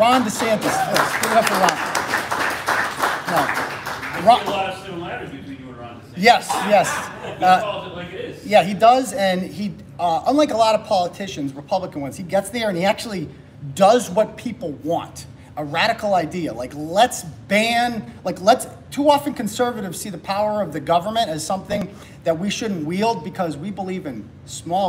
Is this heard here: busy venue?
yes